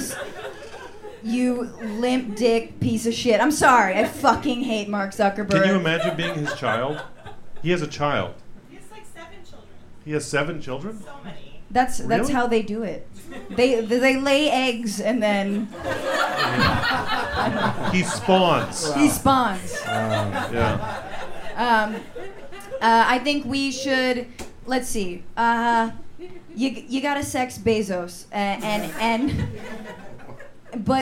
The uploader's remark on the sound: This episode was recorded in front of a live audience at The Setup in San Francisco.